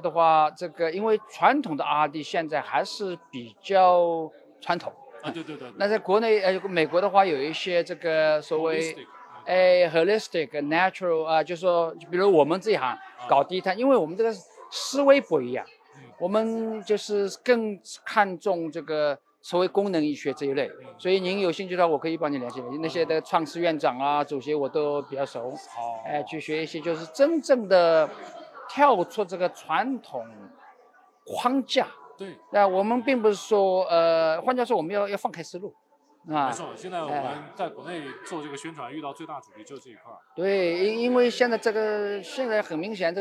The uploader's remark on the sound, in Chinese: 低碳医学与技术产业协会筹备会现场采访。